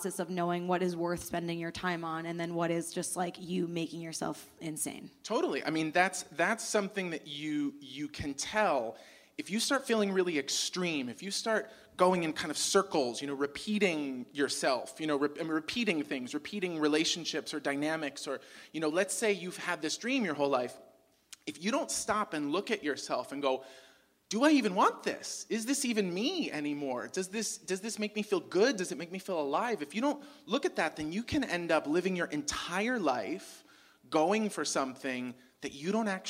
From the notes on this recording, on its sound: TSR LIVE! at the Rialto Theater. Bringing their show to an Urban Outfitters and recording live at the historic downtown LA Rialto Theatre location!